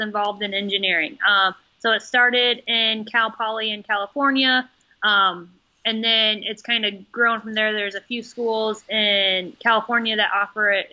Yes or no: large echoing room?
no